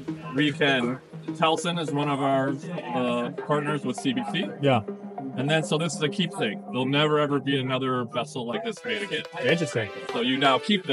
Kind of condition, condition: setting, busy venue